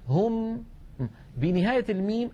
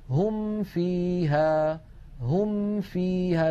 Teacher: عندما ننتهي هم، انظر إلى فمي، هم بنهاية الميم الفم مهيئ على مخرج الفاء، هم فيها هم فيها بسهولة ومن غير تكلف. · Term: بيان الميم